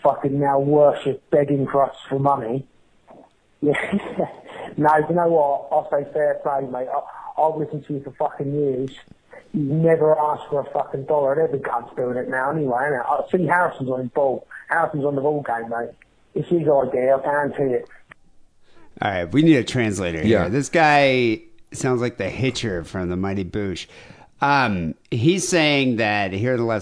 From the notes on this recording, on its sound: Phone calls.